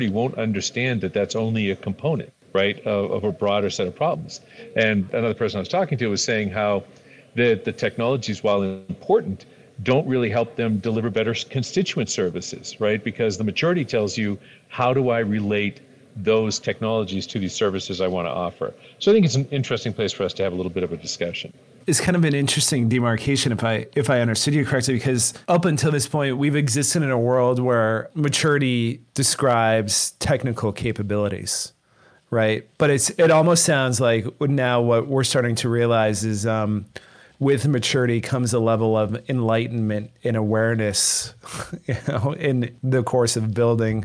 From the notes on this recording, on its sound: At the National Association of Counties (NACo) conference in Aurora, Colorado. Attempts to remotely highjack the microphone.